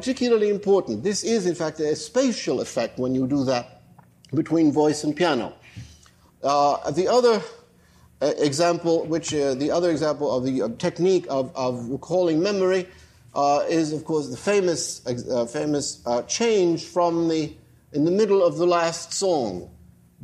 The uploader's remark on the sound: lecture at the institute, on stage and at the keyboard